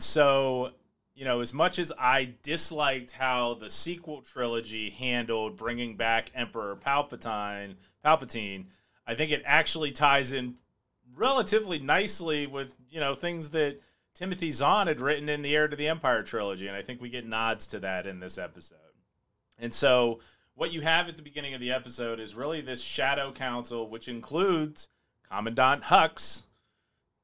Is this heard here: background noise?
no